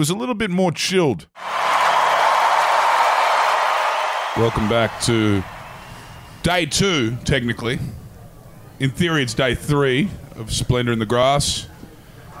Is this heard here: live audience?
yes